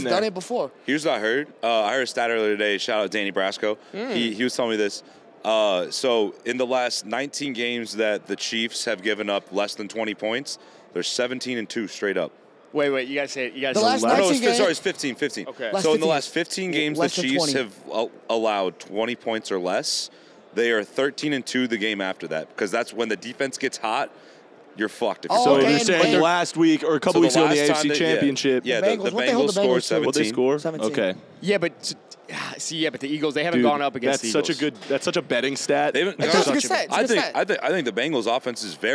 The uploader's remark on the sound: Live from Radio Row at the Super Bowl